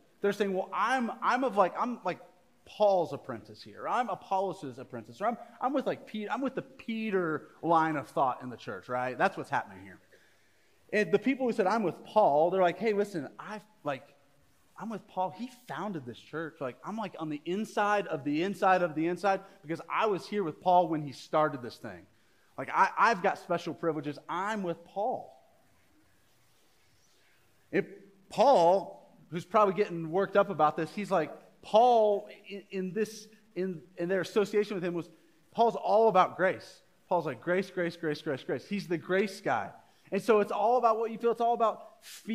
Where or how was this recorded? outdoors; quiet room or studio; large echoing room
large echoing room